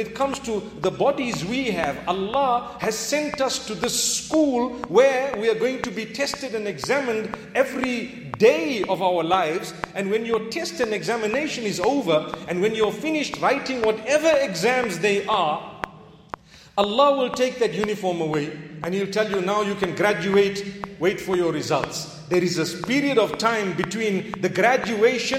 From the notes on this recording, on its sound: Jummah Lecture 6th September 2019 at The Houghton Masjid (West Street)